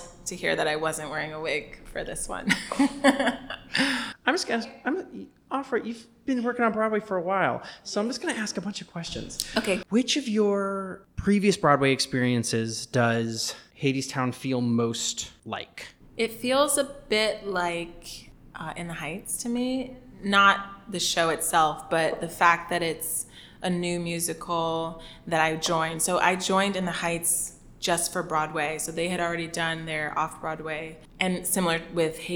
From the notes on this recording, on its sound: We're aware that the audio from this interview is more "echoey" than our typical episode due to our recording location